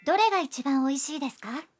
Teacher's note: Agregando desu ka y elevando la entonación al final de la frase, obtenemos una pregunta